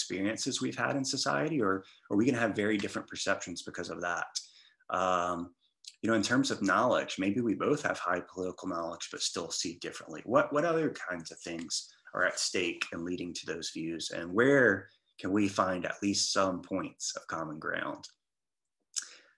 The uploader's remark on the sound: recorded on Zoom